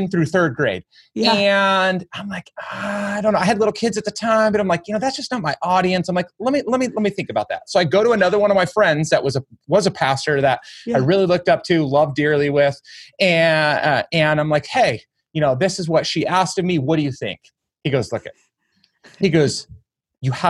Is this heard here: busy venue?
no